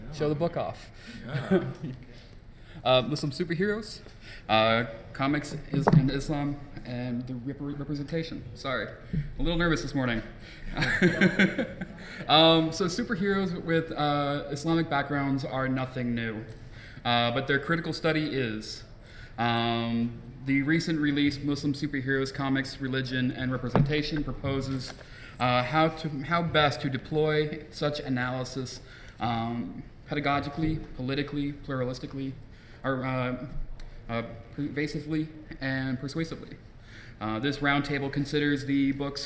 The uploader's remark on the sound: Live at AAR 2017